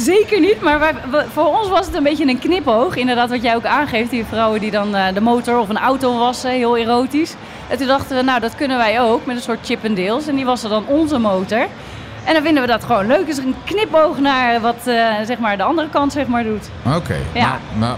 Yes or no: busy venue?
yes